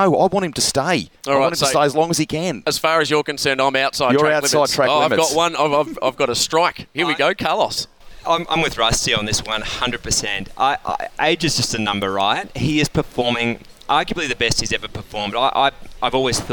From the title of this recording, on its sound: live from the Singapore Grand Prix